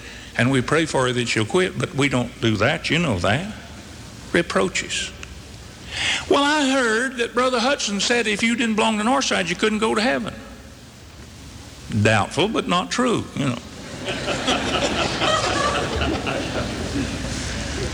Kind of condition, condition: setting, large echoing room